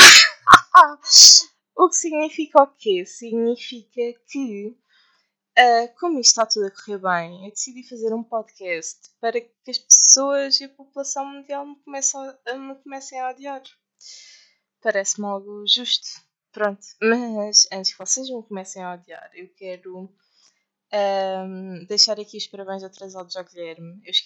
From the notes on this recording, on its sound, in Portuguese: O áudio não está o melhor. Por agora não é melhor até a vossa gaja arranjar um equipamento melhor.